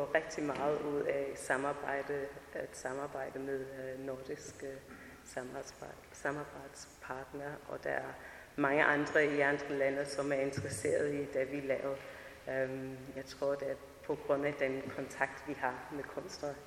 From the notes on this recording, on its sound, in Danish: Lyt med på denne live-optagelsen fra festivalåbningen, fredag den 6.8.2021 i Enghave Kirke på Vesterbro. Enghave Kirke har en overdådig akustik, og bliver ligefrem kaldt en "musikkirke", og det er ikke uden grund.